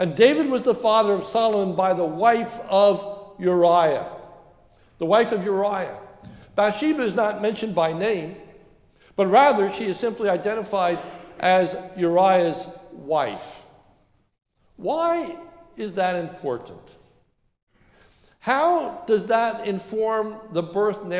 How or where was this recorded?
large echoing room